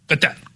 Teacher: it's a guttural Q, G, H sound deep in your throat